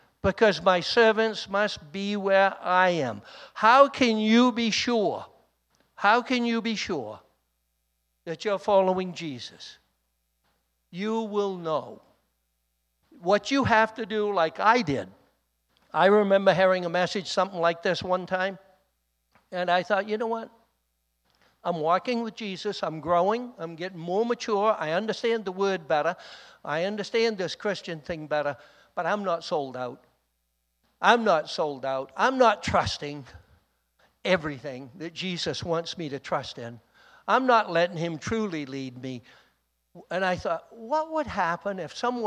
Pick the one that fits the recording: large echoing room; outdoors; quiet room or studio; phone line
large echoing room